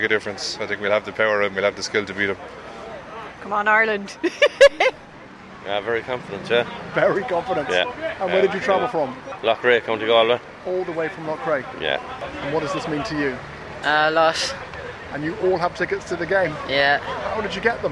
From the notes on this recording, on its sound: The Hard Shoulder was LIVE from The Bridge 1859 in Ballsbridge